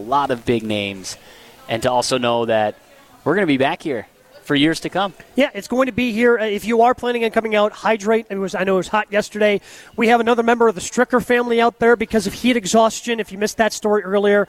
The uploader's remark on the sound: Live from the AMFAM Championship